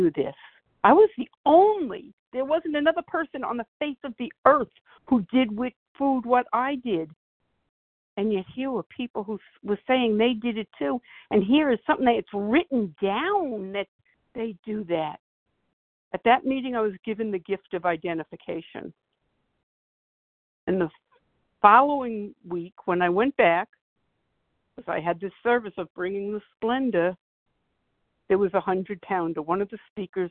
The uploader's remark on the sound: 100 Pounders Phone Meeting, 4/13/23.